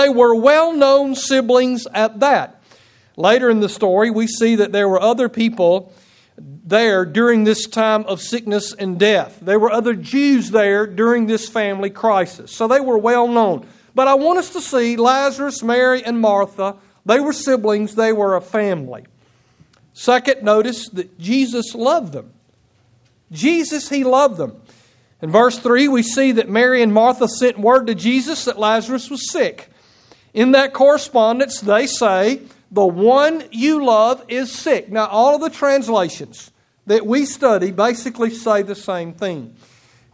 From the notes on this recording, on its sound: Preached on September 18, 2016 at Nola Baptist Church Sontag, MS.